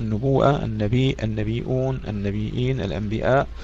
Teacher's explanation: كل هذه الكلمات يقرأها بالهمزة بدل الياء